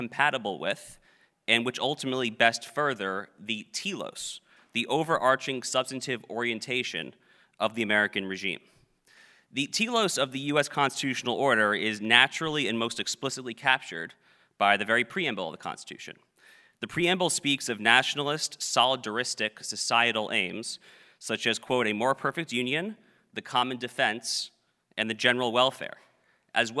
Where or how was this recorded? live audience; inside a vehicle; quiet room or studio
live audience